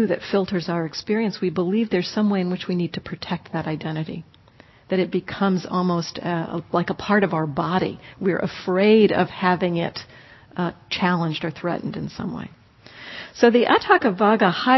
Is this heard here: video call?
no